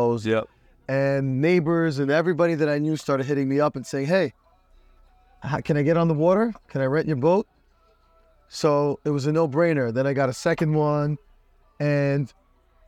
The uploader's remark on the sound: Based in Miami FL. Record this podcast on his yacht.